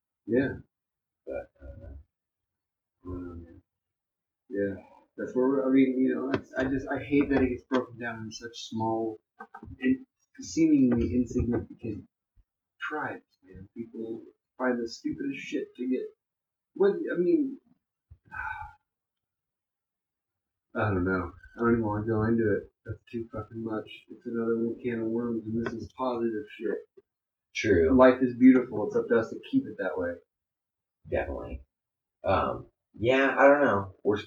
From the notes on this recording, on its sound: This episode, we messed up. Poor Poor audio.